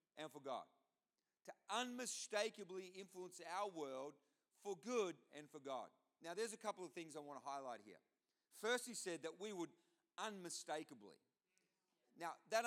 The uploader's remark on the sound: Recording of this took place on Sunday 18th February 2024 during the 10am service. This is a different kind of message as it is a panel.